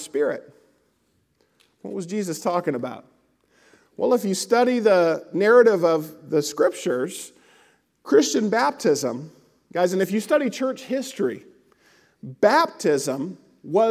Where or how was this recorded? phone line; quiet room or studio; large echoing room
large echoing room